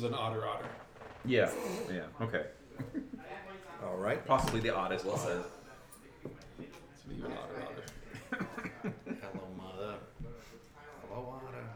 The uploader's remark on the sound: Live from CondoCon